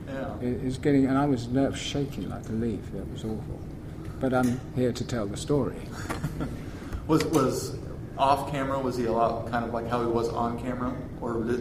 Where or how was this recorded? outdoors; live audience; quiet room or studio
live audience